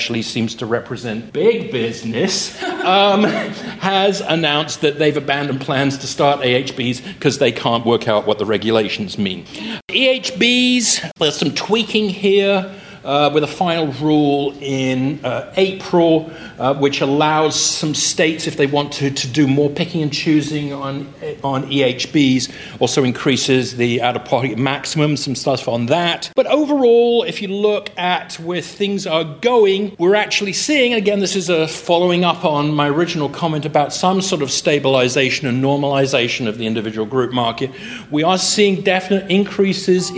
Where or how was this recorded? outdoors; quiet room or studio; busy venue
busy venue